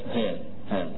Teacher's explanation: ها بتمد حركتين فقط، كاف ها ها، ولا يقال ها داخلها همزة لا، ولكنها ها ها، فهنا قال في هذه مقصور مقصور.